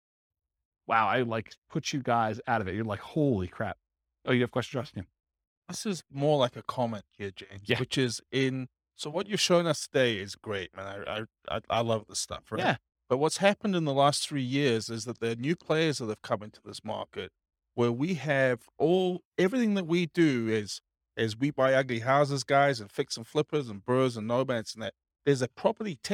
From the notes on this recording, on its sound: This was a live class recorded.